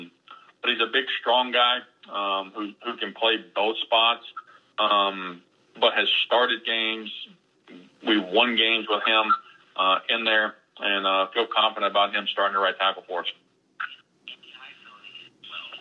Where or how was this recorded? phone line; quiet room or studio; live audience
phone line